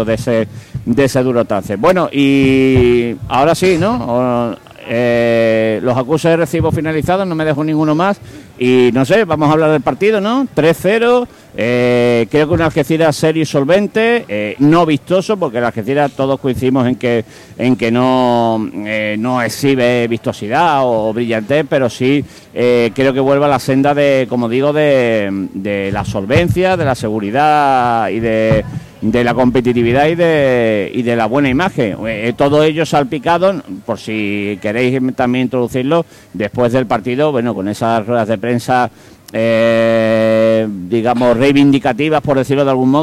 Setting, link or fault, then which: setting, busy venue